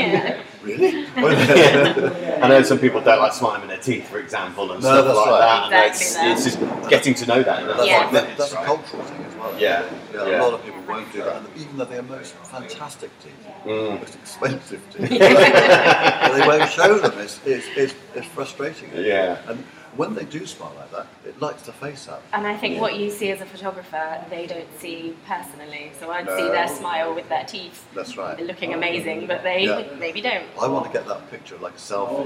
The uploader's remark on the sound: Well here we are, our first live episode on the road whilst on a shoot. We're at a UK University working with a team of photographers for 5 days, so we thought why not do a show! We hurriedly set up a mic, the audio isn't great so we apologise but it's as live as you can get.